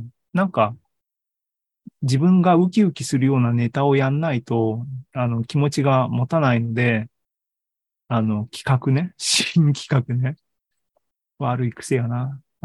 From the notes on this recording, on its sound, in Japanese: ２０２３年１月２５日に開催した ZOOMライブの模様です